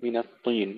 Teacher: انتبهوا إلى تفخيم الطاء المكسورة وترقيق النون قبلها